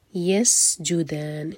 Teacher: سین پر سیٹی والی آواز